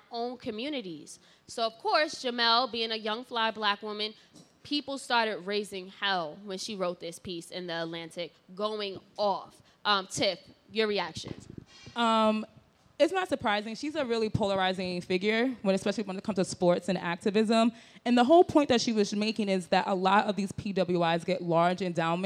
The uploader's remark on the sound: During a live podcast recording at ENVSN Fest, a two-day interactive summit in Brooklyn, NY that celebrates women of color.